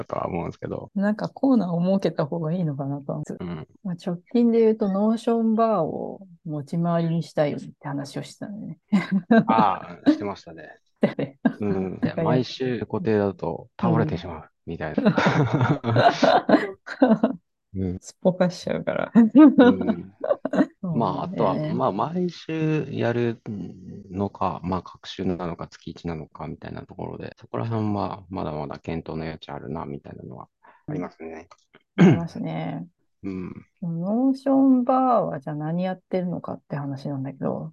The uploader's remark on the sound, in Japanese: zoomを使って録音しています。